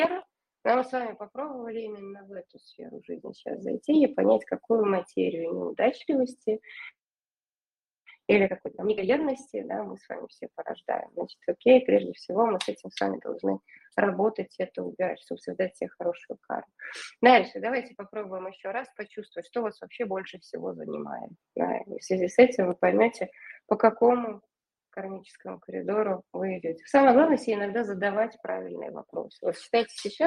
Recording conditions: video call